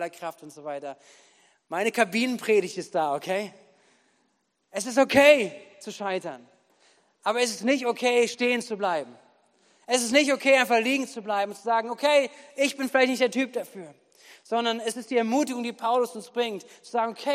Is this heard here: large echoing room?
yes